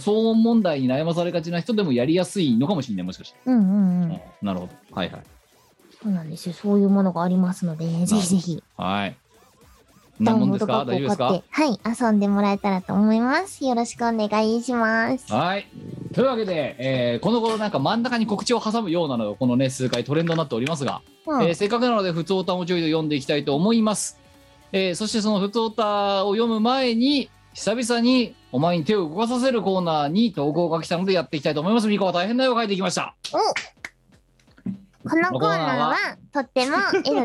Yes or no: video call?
yes